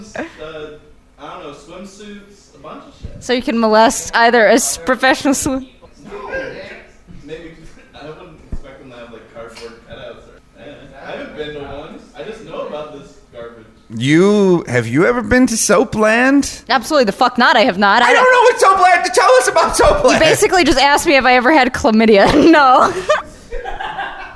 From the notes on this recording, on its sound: Philly Live Show. Special live show we taped back in June.